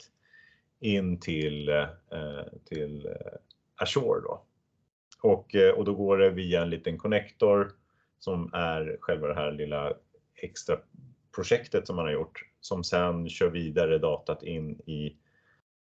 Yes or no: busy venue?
no